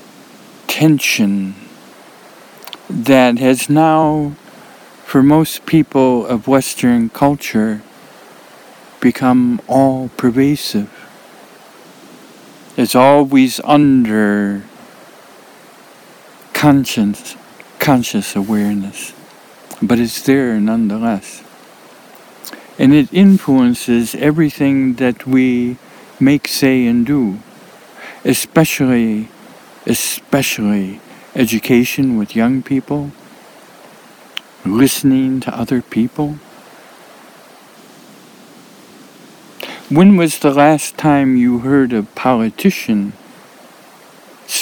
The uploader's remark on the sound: The recording is coming from depths of Oregon winter wilderness. It’s also very muted, very quiet. The recording is coming from depths of Oregon winter wilderness.